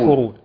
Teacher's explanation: من الاخطاء الشائعه التي يقع فيها كثير من الناس عدم همس الكاف الساكنه